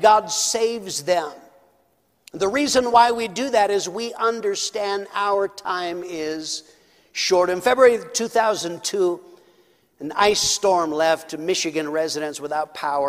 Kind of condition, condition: setting, large echoing room